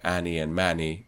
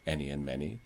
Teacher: those are the result of the proximity of a nasal consonant raising the vowel position · Shown in: second take